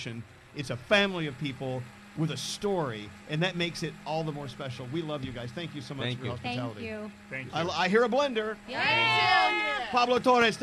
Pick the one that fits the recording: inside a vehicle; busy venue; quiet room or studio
busy venue